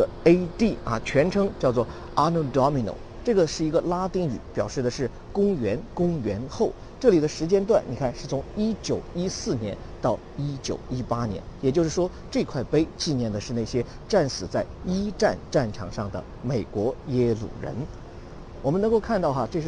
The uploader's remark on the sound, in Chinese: 在耶鲁大学校园现场录制的视频课程